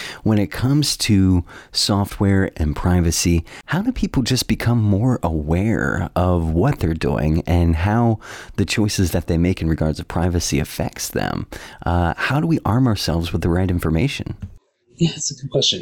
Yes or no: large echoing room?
no